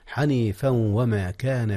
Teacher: أدغم التنوين قبل الواو، إذ الواو من حروف الإدغام مع النون والتنوين، والإدغام بغنة